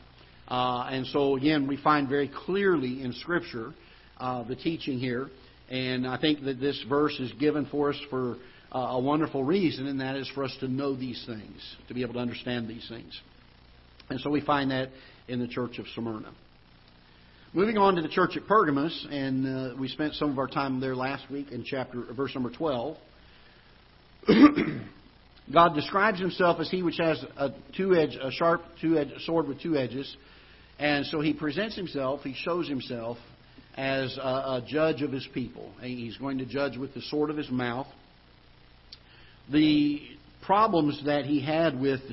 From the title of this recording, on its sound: Ketha Heights Baptist Church ~ Live Broadcast